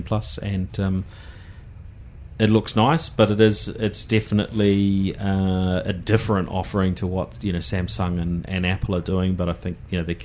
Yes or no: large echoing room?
no